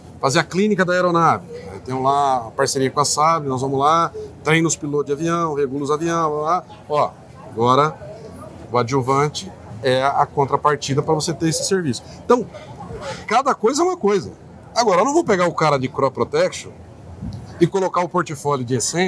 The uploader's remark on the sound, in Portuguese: Prosa boa, gravada durante o Congresso Nacional Andav em São Paulo.